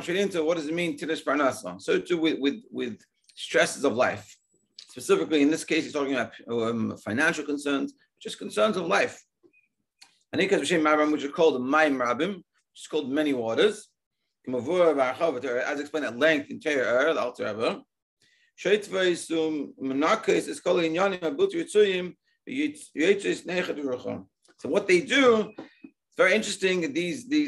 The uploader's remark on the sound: Daily Zoom Shiur